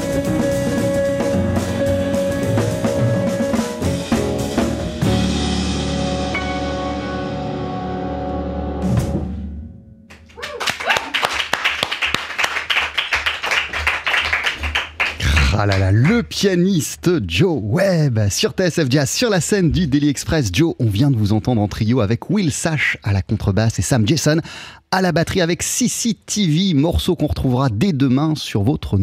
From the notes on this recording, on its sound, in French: sur la scène du Deli Express